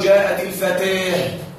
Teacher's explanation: يقال جاءت الفتاة بالإمالة كذلك